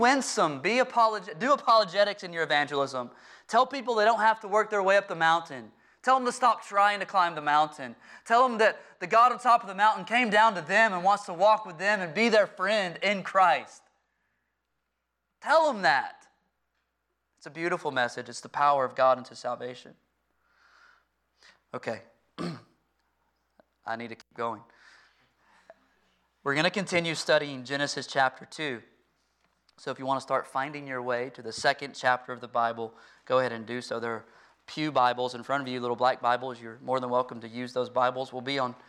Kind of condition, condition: setting, large echoing room